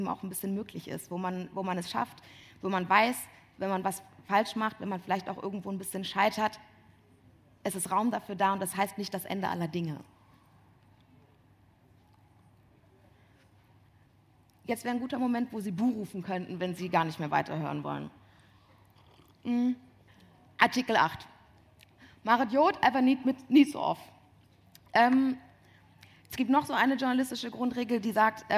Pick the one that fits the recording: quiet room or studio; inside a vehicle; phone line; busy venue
busy venue